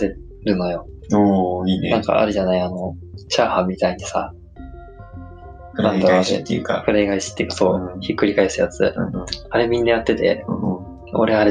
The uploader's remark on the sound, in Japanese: 音質が悪いかもしれないです、試行錯誤中です。